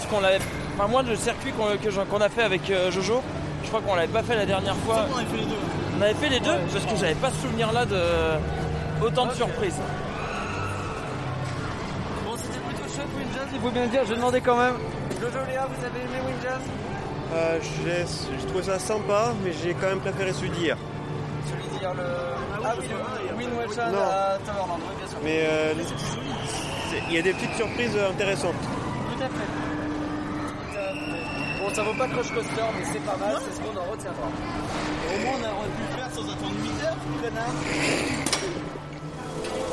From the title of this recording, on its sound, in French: Reportage DEPUIS Phantasialand